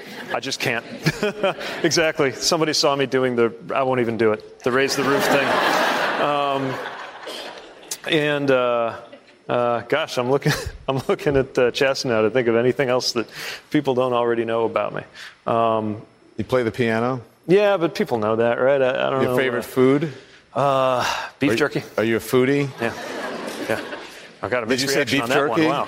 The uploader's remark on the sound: Answers questions from voters in South Carolina during a live town hall.